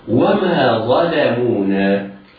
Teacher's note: الظاء مفخمة بعدها اللام والميم والواو والنون كلها حروف مرققة